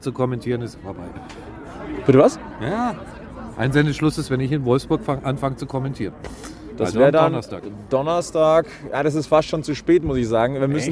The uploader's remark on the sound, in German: Live-Reportage von Halbfinal-Spiel 3 zwischen München und Wolfsburg. Die einmal mehr im Rahmen eines EHC-Heimspiels am Oberwiesenfeld entstanden ist.